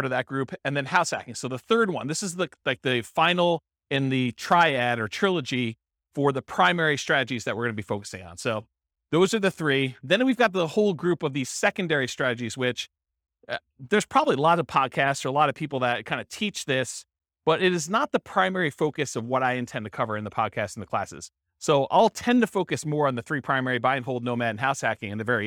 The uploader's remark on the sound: This was a live class recorded